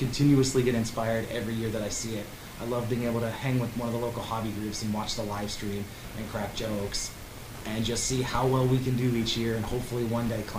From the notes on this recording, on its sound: Sorry for the audio, we wanted to get this out as soon as possible.